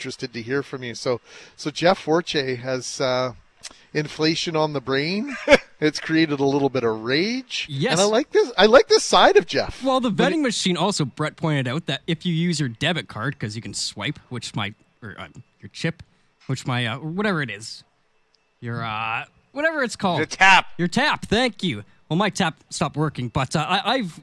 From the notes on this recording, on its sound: LIVE from the Centreport Canada Rail Park Manitoba Open at Southwood Golf & Country Club!